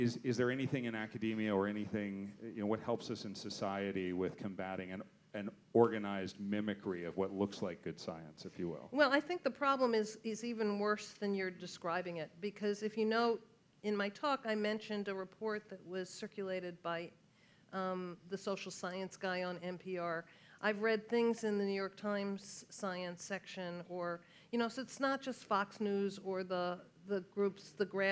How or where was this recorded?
busy venue